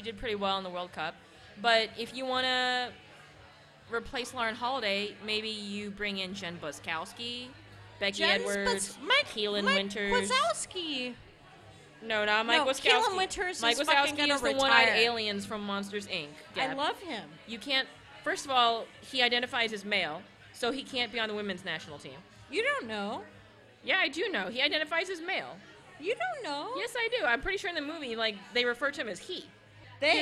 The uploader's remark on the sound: A special episode recorded the night before the NWSL championship, live at Kells!